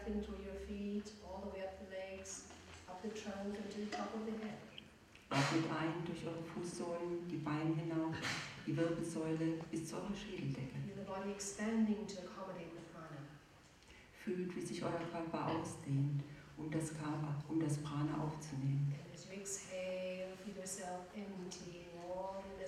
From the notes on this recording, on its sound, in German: Am Anfang sind noch einige andere Geräusche zu hören. Die Sound-Qualität wird aber im Laufe der Meditation immer besser. Eine Aufnahme im Yoga Vidya Ashram Bad Meinberg.